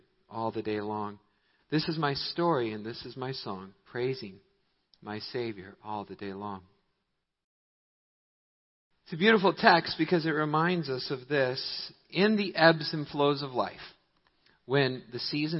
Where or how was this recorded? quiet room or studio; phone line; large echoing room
large echoing room